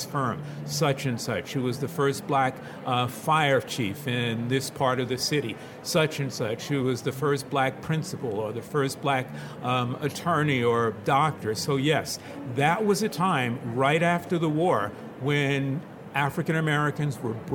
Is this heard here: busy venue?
yes